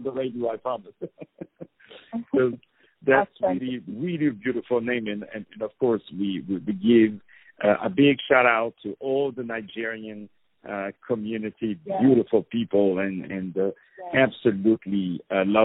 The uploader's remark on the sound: On the phone